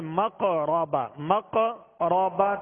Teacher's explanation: قاف ساکن ہے اور قاف حروف قلقلہ میں سے، لہذا یہاں قلقلہ کریں گے مقربہ مقربہ تین، را کو پر پڑھیں گے، را پر زبر ہے.